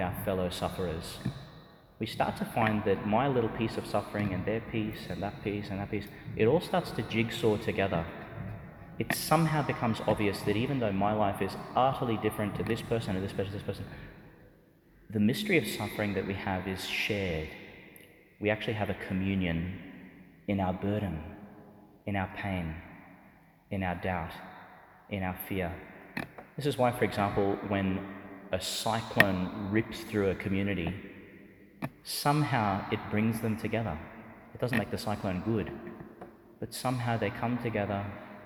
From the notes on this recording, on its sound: delivered in the Church of Saint Saviour Monastery, Jerusalem, Israel.